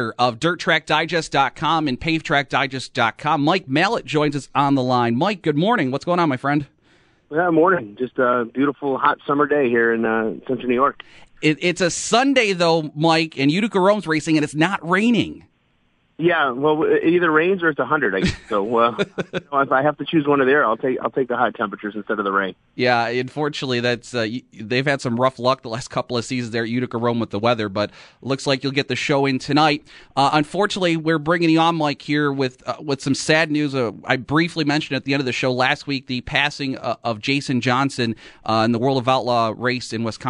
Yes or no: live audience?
no